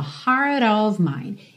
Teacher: Ele juntou o T do heart no of com rarara